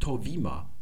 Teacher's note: Und da seht ihr gleich, dieses Äther wird ja heute wie ein I ausgesprochen. Das Beta nicht mehr wie ein B, sondern wie ein W.